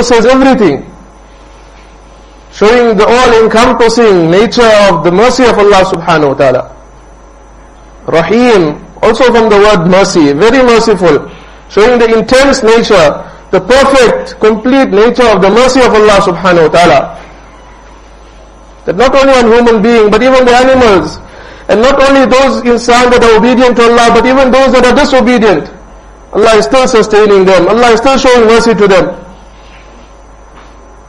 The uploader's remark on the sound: Jumuah lecture at Rockford Musalla